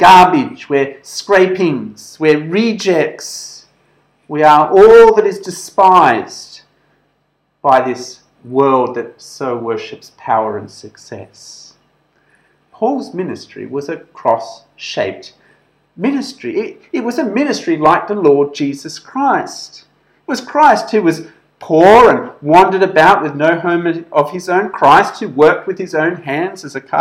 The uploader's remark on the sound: This sermon was preached at St George's Church, Penang on 29th September 2021.